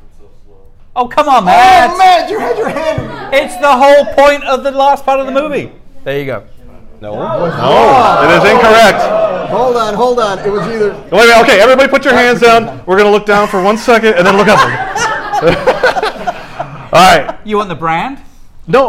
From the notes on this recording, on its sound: If you werent there for the viewing and live show you definitely missed out.